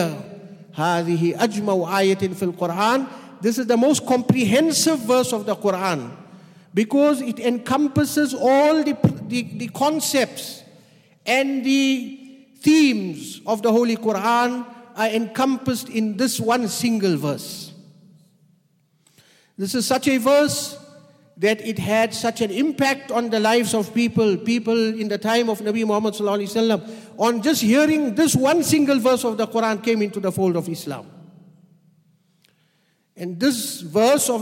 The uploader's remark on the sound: at the Houghton Masjid (West Street)